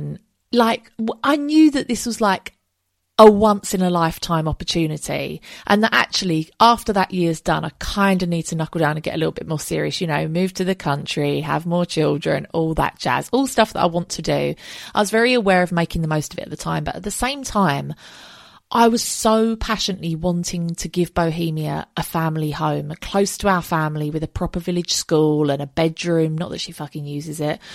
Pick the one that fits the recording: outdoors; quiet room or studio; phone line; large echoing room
quiet room or studio